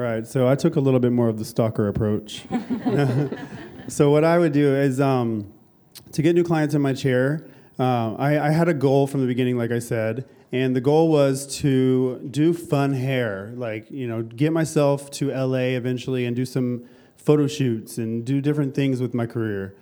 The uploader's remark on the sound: LIVE at ISSE 2020. Had a panel of four successful independent hairstylists discuss their strategies and tactics for being successful. Took questions from the audience.